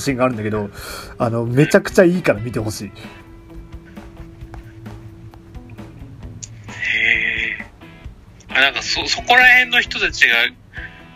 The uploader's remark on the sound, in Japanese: 録音機材：iPhone7